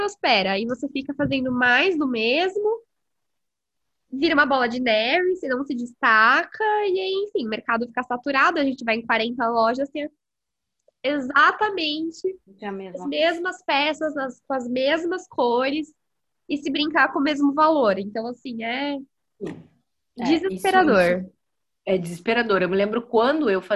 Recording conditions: video call